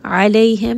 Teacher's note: ayn is going to be from the middle of the throat. Lay is madlin, madan ma.